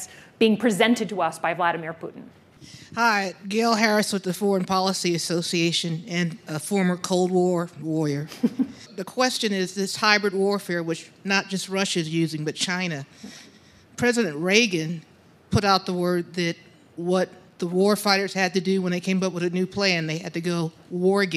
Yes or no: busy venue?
yes